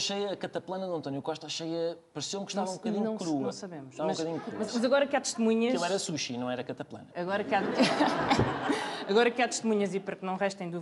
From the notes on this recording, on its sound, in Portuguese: Gravado no início de junho de 2020 com público ao vivo, mas todos de máscara e muito afastados uns dos outros no auditório.